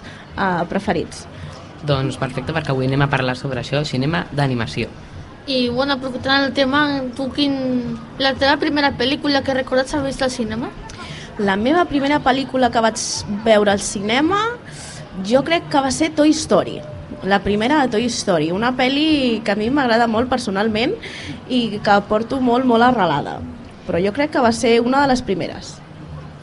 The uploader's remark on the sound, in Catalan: EN DIRECTE desde la Fira de la Candelera